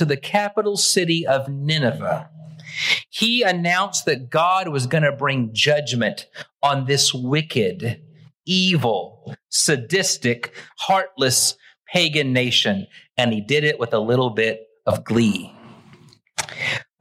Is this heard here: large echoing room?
yes